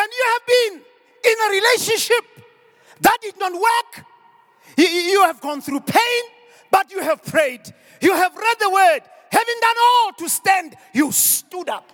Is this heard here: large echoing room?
yes